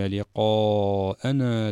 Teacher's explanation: حرف المد هو الألف وسببه الهمزة بعده جاءت مباشرة، فيعبر عن هذا المد بالمد المتصل وهو واجب عند القراء.